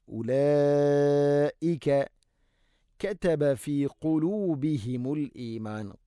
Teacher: അടുത്ത പ്രയോഗങ്ങൾ, ഉലായിക കതബ ഫീ ഖുലൂബിഹിം. ഉലായിക മദ് മുത്തസിൽ, നിർബന്ധമായിട്ടും നീട്ടേണ്ട മദ്, നാലോ അഞ്ചോ ഹർക്കത്തിൻ്റെ ഖദർ. മുത്തസിൽ വാജിബാണ്, നിർബന്ധമായിട്ടും നീട്ടണം.